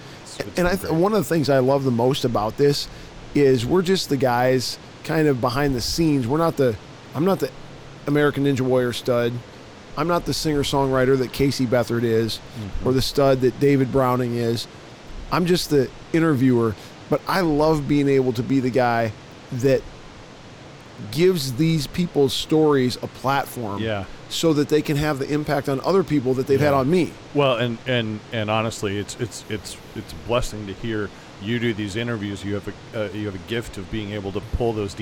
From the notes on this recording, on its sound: LIVE from NRB 2022!